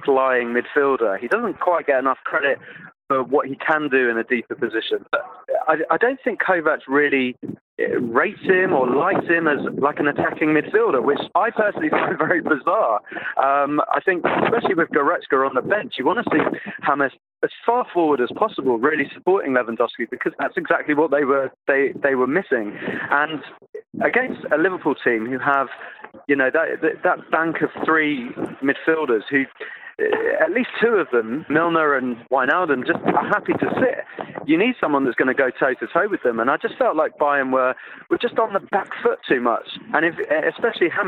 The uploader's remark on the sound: Was at the Allianz Arena and joins on the phone.